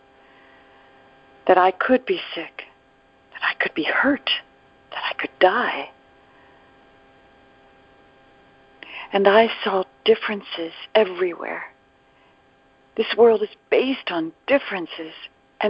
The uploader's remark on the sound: ACIM Daily TEXT Conference Call.